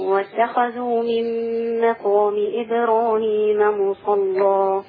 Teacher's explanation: لو وصلنا هيكون اللام مغلظة. الوصل بقى في الوصل مغلظة للكل على القصر والتوسط والإشباع.